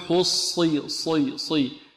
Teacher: الصاد مفخمة، مع أنها مكسورة لكن يبقى فيها صفة الإطباق، قوتها الإطباق.